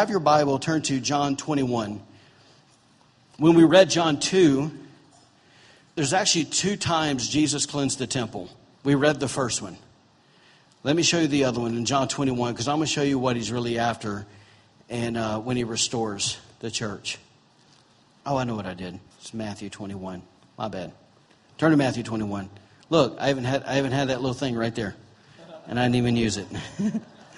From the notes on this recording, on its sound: Recorded on October 8, 2017, during Sunday morning service at Celebration Life Family Church.